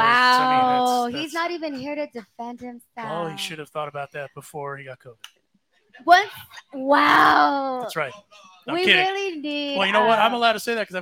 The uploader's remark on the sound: We go live for the All Star Game from LA Hot Wings in Los Angeles.